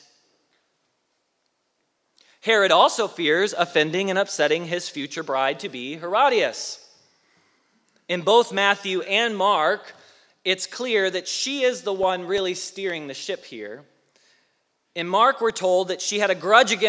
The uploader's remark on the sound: Message Preached at Valley Creek Church